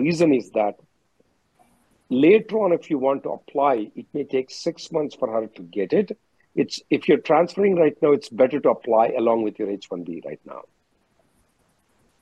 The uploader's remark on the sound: Conference Call